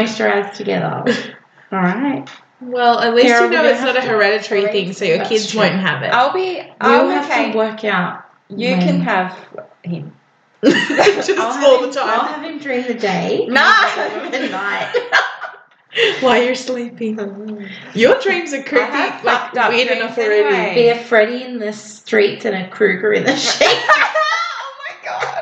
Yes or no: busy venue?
no